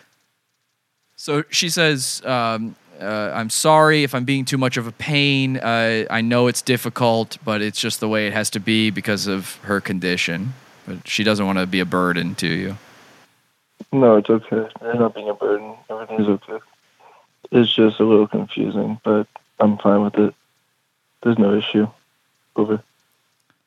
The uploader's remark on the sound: Speech-To-Speech Relay Prank Calls. A service for hearing and speech impaired individuals where an operator repeats word for word anything you say to the person on the other line.